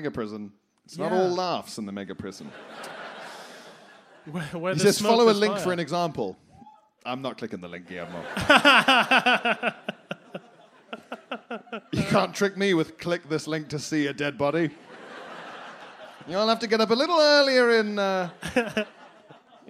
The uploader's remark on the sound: BudPod Live at the Leicester Square Theatre!